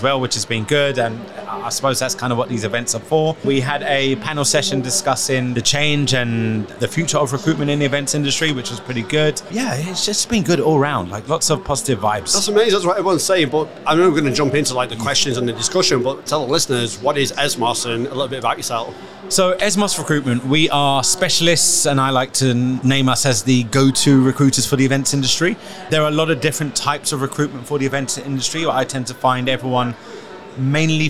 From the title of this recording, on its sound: Live from SES